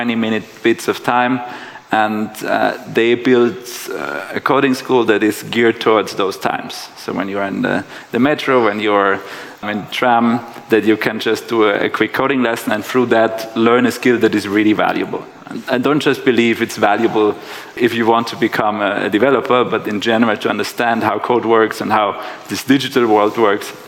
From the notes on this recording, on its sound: The episode was recorded during the CEE Sustainable Finance Summit in May 2022.